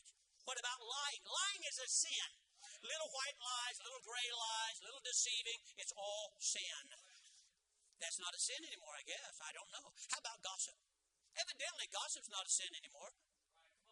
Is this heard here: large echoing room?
yes